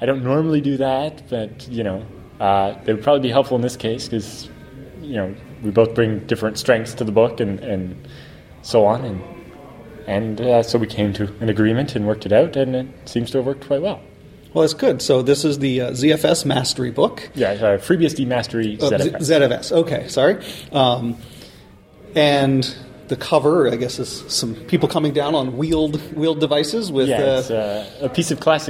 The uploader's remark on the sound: at vBSDCon in Reston, Virginia